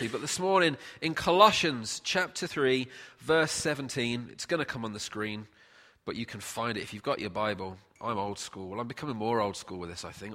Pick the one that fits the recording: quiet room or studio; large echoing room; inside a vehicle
large echoing room